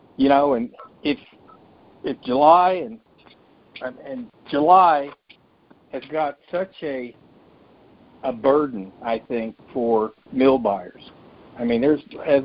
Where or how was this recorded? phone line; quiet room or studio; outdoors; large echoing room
phone line